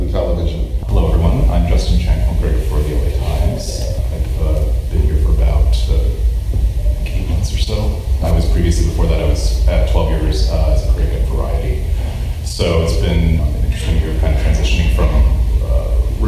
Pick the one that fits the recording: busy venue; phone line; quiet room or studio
busy venue